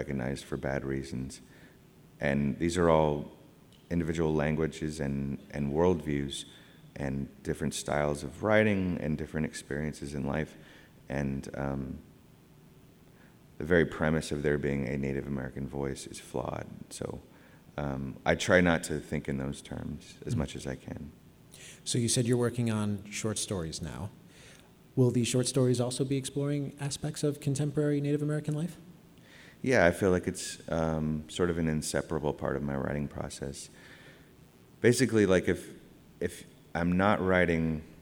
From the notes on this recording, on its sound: Recorded live at The Music Hall in Portsmouth, NH. This archive program may still contain broadcast elements from the time it aired.